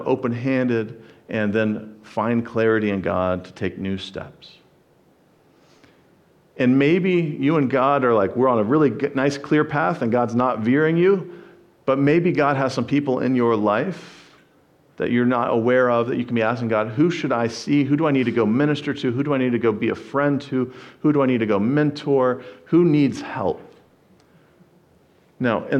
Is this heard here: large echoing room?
yes